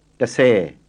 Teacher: Say it after the tape and try and get an audible H after the S · Term: aspirated S